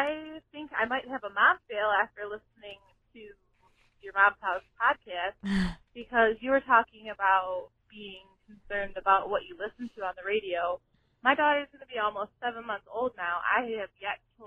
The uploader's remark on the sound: has a few guests via phone